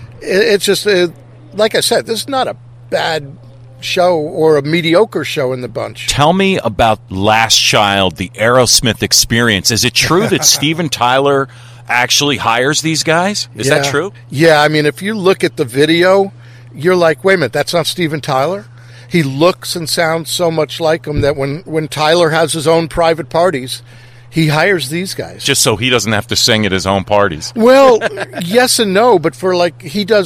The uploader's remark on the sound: Live remote in front of the stage of The Milford DRIVE IN CONCERT SERIES. Right before the very first show of the season.